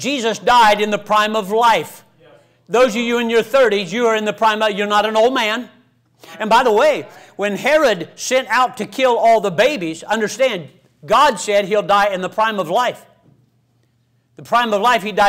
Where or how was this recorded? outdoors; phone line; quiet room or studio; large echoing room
large echoing room